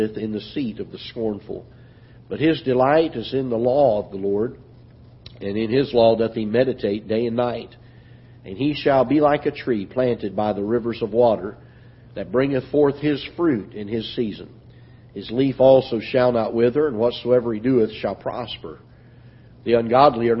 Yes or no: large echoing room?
yes